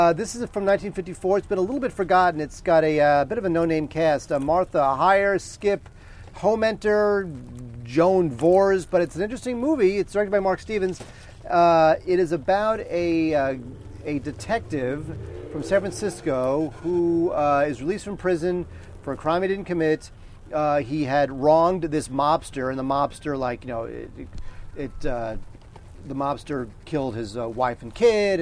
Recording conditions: outdoors